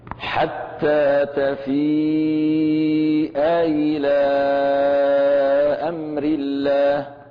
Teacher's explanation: الهمزة المسهلة المكسورة مخرجا هي بين الهمزة المحققة من أقصى الحلق وبين الياء الساكنة من الجوف